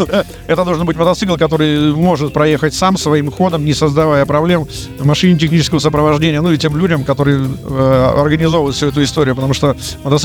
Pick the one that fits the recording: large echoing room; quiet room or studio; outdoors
outdoors